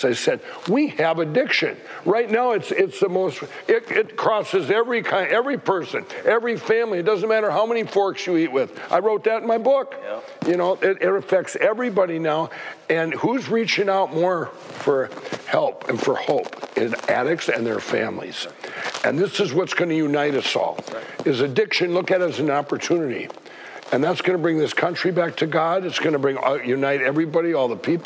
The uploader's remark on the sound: on location at the House of David in Fairland, OK for this memoriable show.